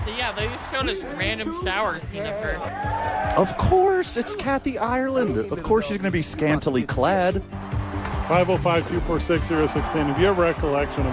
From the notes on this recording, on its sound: live from The Duke Store